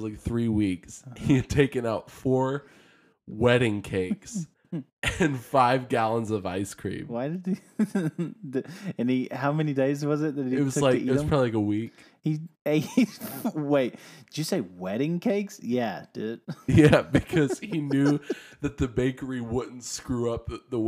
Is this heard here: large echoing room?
no